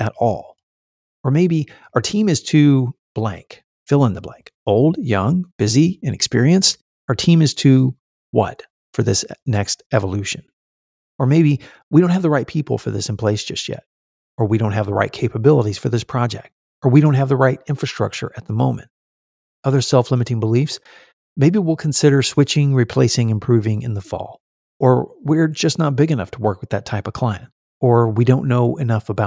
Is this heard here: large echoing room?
no